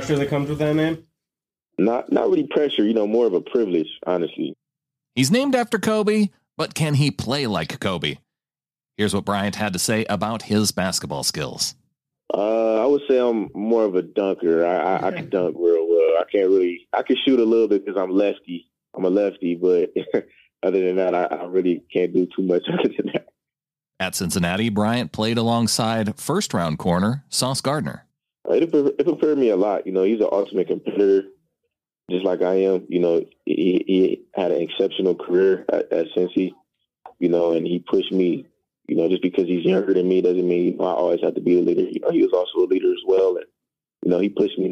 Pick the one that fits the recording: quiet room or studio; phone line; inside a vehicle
phone line